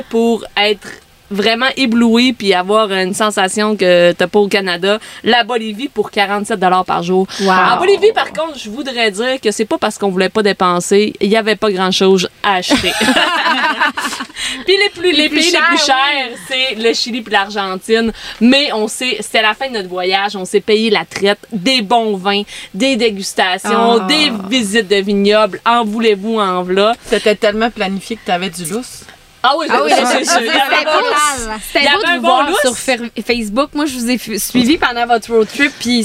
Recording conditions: outdoors